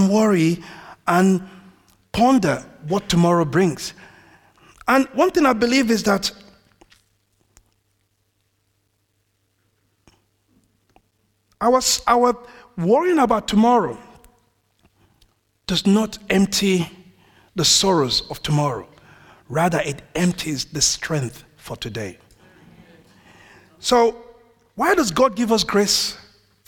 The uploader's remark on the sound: This audio was recorded at our venue in Great Denham.